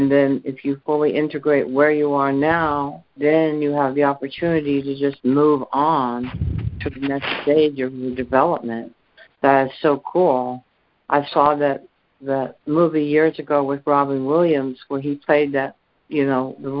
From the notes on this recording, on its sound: ACIM Daily Conference Call.